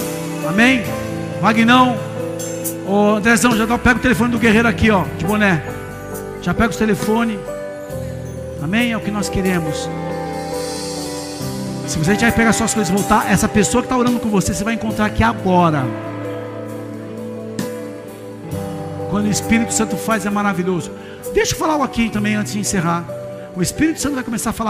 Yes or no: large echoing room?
yes